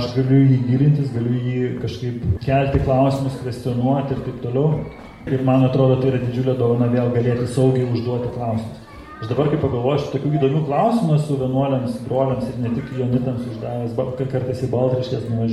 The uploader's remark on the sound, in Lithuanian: Įrašas iš Šeimų festivalio